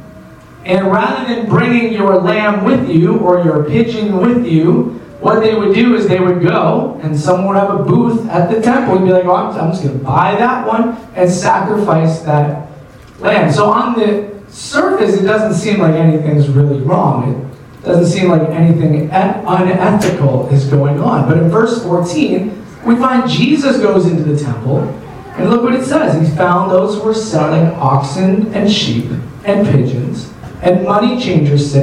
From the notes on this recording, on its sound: Sorry for the audio quality. Our normal equipment was not available.